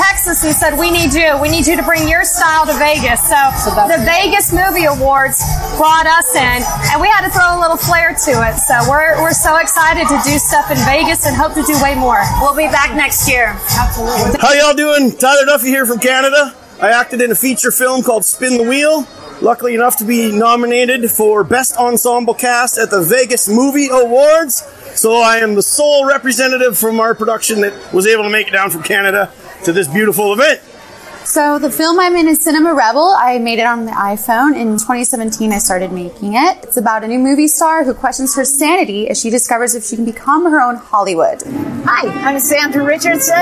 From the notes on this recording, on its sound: We Are Live From The Vegas Movie Awards Red Carpet! This is a very special and unique episode where we do live interviews from the red carpet!